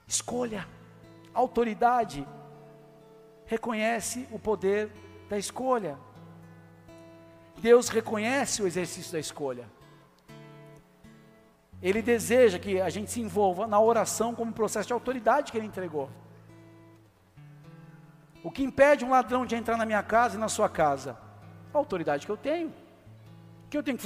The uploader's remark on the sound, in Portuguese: Áudio extraído do culto da Igreja Bola de Neve